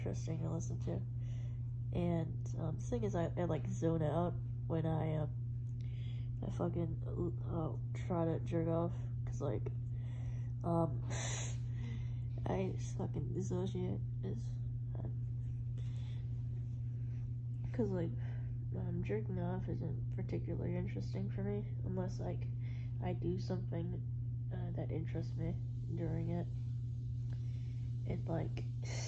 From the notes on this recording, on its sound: especially shitty audio on this one